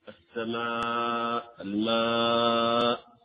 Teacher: هذا مده بيكون بمقدار أربع حركات، مقدار أربع حركات، فيجب مده بمقدار أربع حركات عند حفص. وبعض القراء يقول ثلاث حركات، يعني يرى مده بمقدار ثلاث حركات، وهذا عند بعض القراء مثل السوسي عن أبي عمرو بن علاء البصري، فلذلك يقولون يمد بمقدار ألف ونصف، ألف ونصف، نعم، أو مقدار ألفين، أربع حركات. · Term: المد المتصل